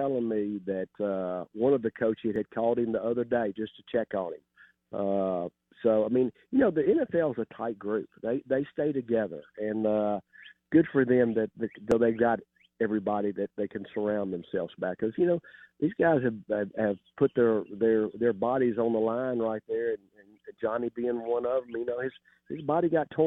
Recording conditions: phone line